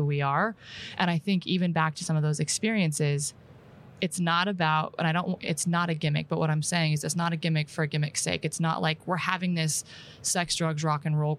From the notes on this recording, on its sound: live in Amsterdam at Money 20/20 Europe